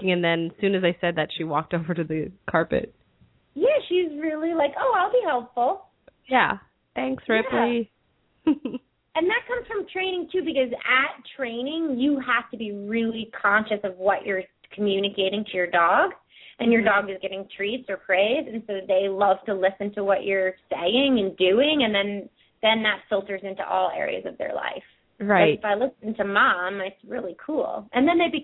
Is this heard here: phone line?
yes